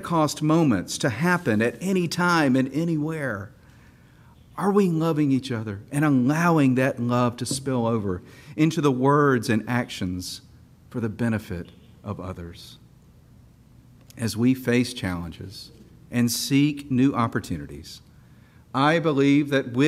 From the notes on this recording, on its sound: This special episode of the Our Savior Speaks podcast was recorded at the Evening Prayer service held at Our Savior Episcopal Church during the 202nd Convention of the Episcopal Diocese of Georgia.